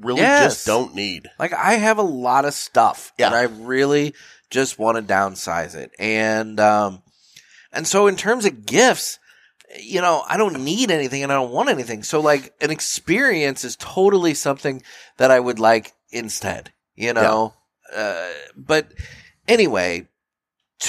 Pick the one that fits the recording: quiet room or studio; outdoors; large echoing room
quiet room or studio